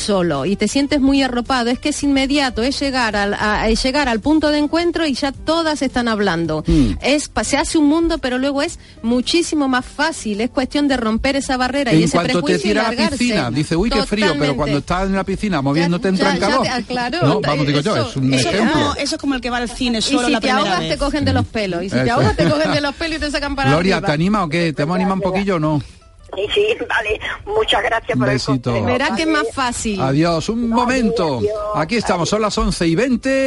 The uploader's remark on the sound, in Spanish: responde a las llamadas en directo del público